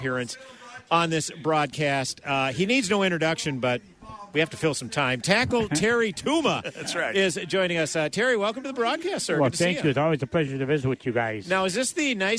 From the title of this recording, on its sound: Live From Holes For Heroes